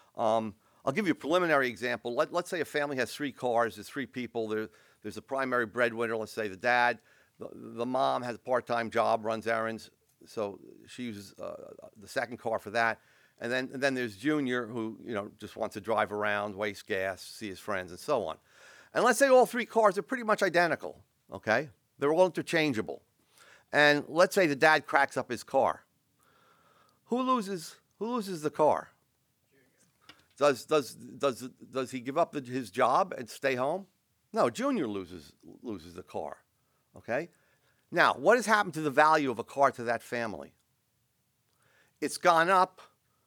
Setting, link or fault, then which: setting, large echoing room